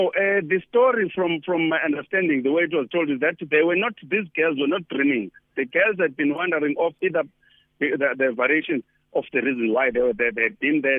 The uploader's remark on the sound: Guest on the phone